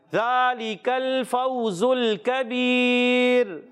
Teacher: کبیر کی را کو باریک رکھنا ہے